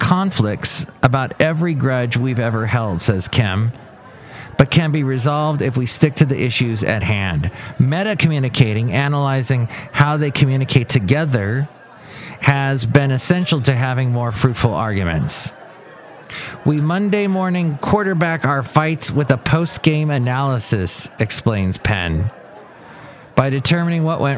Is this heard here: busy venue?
yes